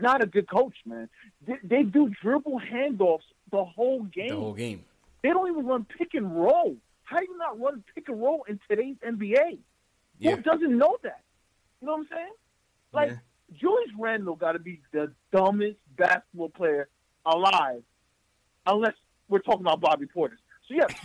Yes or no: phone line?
yes